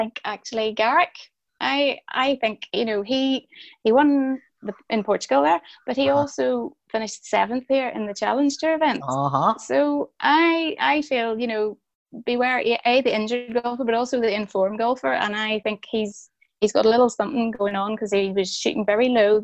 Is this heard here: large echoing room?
no